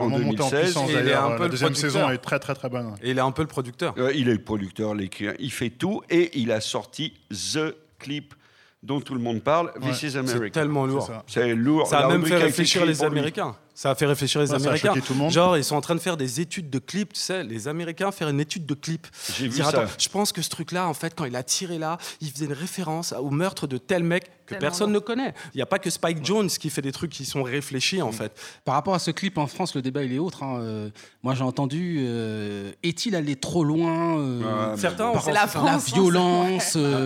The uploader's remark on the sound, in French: Emission enregistrée en public à FGO-Barbara (Paris 18).